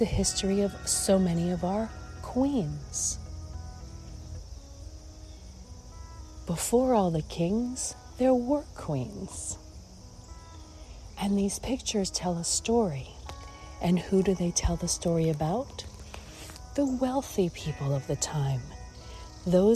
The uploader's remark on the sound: Walk and Talk.